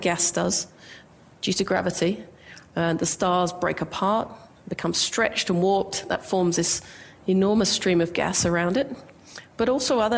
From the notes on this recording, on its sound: IFE Grand Challenge Lecture recorded at QUT on 6 September 2019